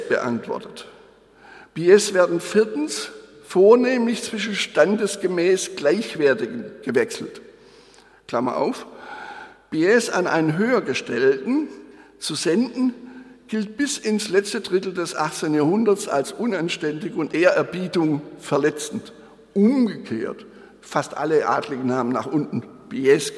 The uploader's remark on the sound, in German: Der Beitrag ist der gekürzte und moderierte Mitschnitt des Festvortrags. Anlässlich der Eröffnung des Graduiertenkollegs Kleine Formen im Tieranatomischen Theater der Humboldt-Universität zu Berlin.